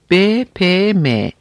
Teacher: Bunlar iki dudağın teması ile dudaklarda teşekkül eden konsonantlardır. · Term: Dudak konsonantları